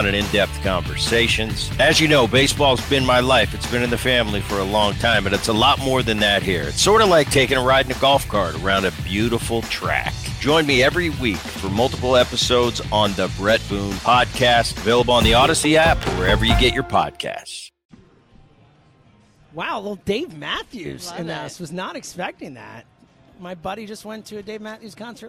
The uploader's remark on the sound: live at Parx Casino